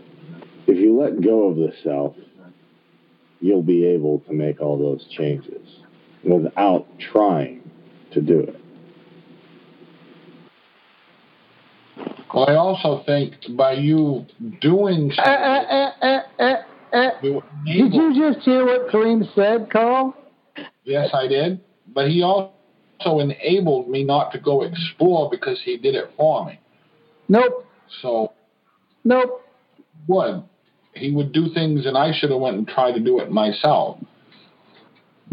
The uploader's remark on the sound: On Monday's we're BLOWING UP Soul University's Pay Me What I'm Worth conference-call based classes. We record (then broadcast) our classes.